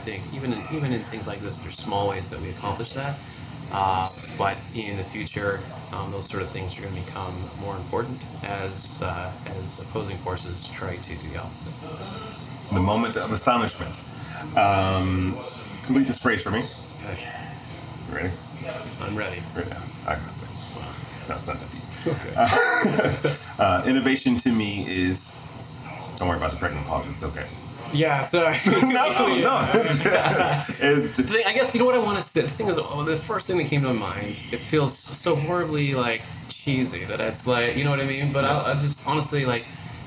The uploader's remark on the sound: Courtesy of Disney's IMX Lab, and recorded live at the Disney Accelerator.